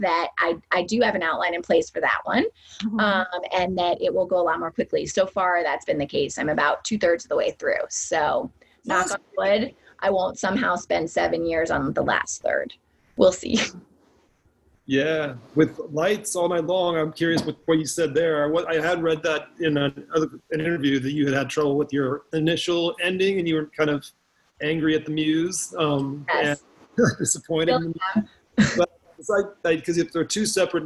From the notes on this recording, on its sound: A Zoom conversation.